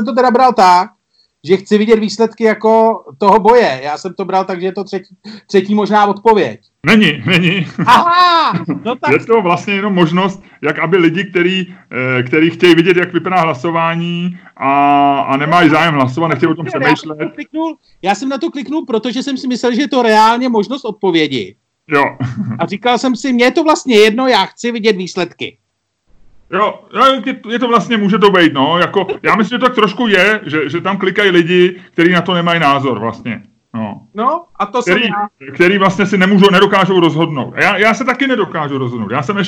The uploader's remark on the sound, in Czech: Pozor, tento díl podcastu jsme natočili přes Skype.